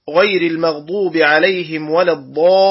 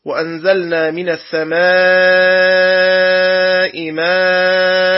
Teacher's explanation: شتان بين مد، يعني الألف بعد حرف الضاد، وشتان بين مد الألف بعد حرف الميم، فالضاد حرف مفخم والميم حرف مرقق